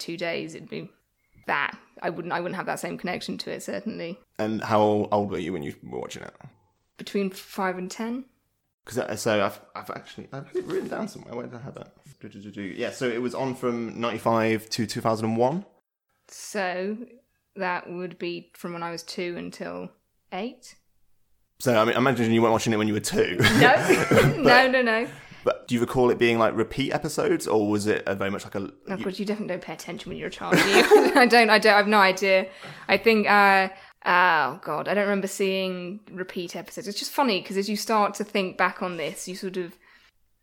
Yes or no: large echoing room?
no